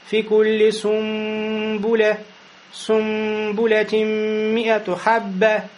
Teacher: Икляб переворачивается нун и превращается в мим перед бэ.